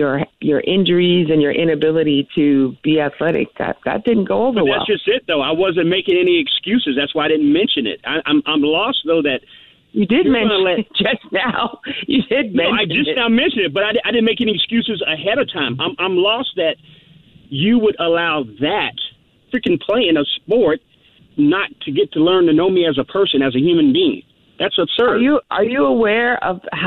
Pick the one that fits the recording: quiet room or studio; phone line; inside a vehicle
phone line